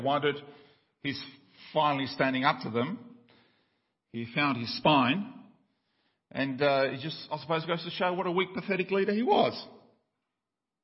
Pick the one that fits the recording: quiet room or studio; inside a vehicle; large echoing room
large echoing room